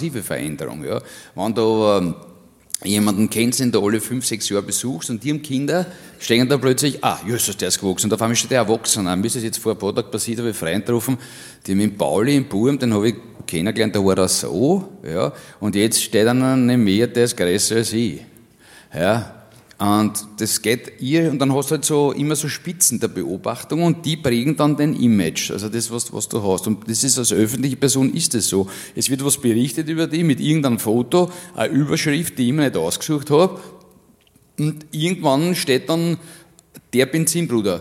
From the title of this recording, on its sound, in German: Auf dem roten Stuhl LIVE SHOW